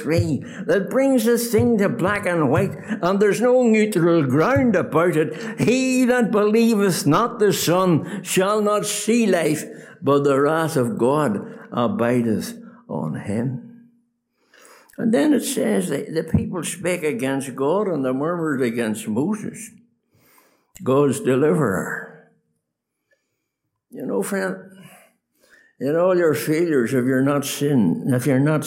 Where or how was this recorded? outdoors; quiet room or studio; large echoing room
large echoing room